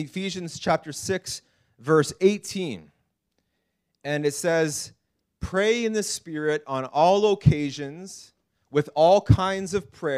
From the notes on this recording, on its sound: This message was preached in April 2019 at Freedom Life Church in Kitchener Ontario